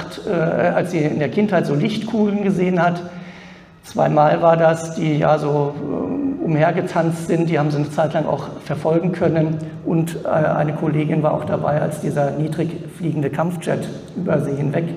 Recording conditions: live audience